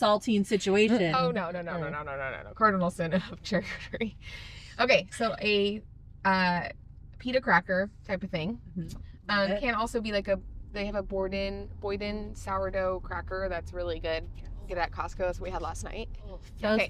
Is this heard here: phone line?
no